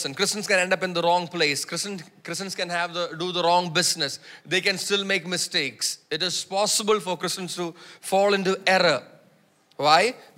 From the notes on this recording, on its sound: preached at Sunday Service on 23 July 2023 at Revelation Church.